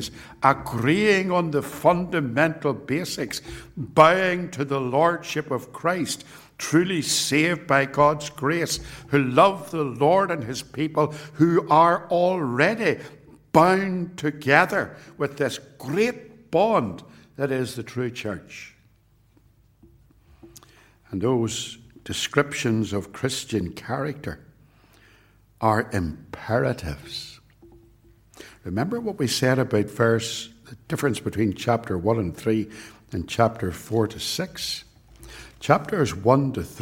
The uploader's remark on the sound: It was recorded at Templepatrick.